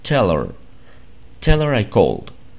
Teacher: acá ya la H ya no se pronuncia, entonces nada más en lugar de decir tell her, dices tell her I called. · Term: word linking